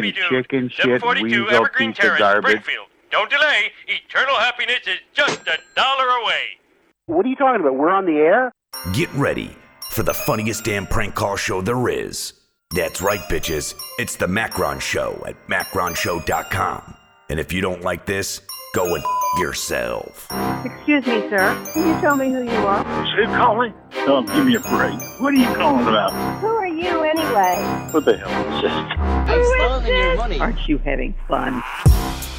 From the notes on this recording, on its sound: It’s the best live prank call show on the Internet!